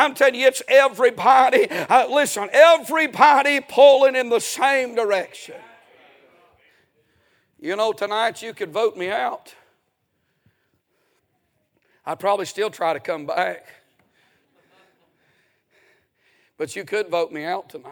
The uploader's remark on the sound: A sermon preached Sunday Evening